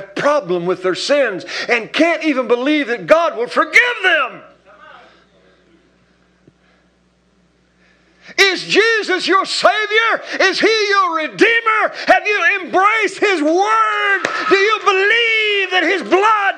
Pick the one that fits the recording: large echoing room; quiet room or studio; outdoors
large echoing room